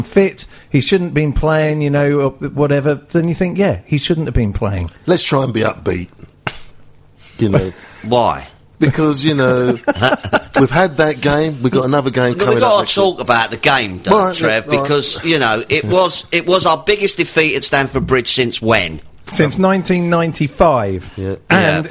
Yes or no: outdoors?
no